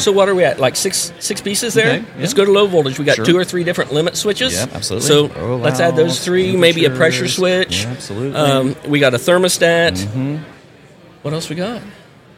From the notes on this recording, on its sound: at the 2023 National HVACR Education Conference